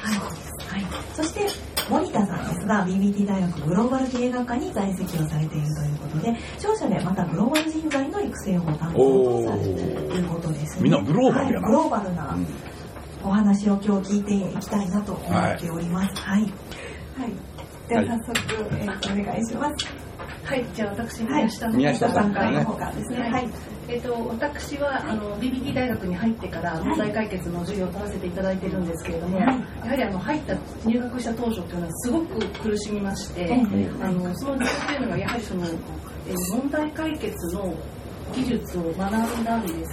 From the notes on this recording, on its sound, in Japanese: 土曜日はライブハウスで問題解決！』。赤坂エルカミーノさんで行った公開収録の第一弾です。少し食器の音などがうるさいですが、それもライブハウスの雰囲気として。